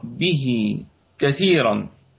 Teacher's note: وصلا فيها صلة صغرى، يعني تتصل هاء الضمير هكذا بصلة صغيرة، فيكون فيها مد صلة صغرى